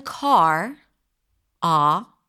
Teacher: The tongue is down, the mouth is open, the lips are slightly rounded because it's an R vowel.